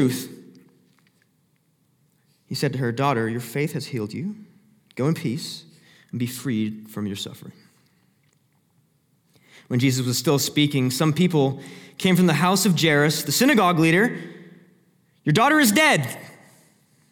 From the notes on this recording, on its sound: Sermon Audio From Northview Young Adults